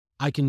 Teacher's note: If you say, for example, positively, I can do this, we say I can. So the stress falls on the pronoun I.